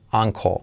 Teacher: la L al final es casi imperceptible